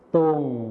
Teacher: ส่วนคำว่าตรงในภาษาถิ่นอีสานจะไม่มีรอเรือนั่นเองค่ะ